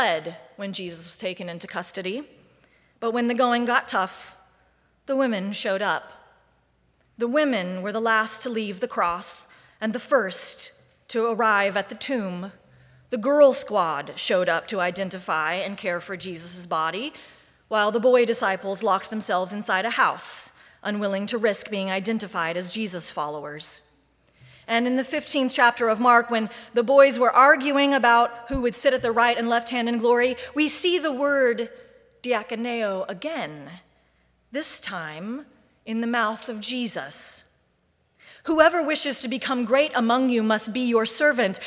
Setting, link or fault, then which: setting, large echoing room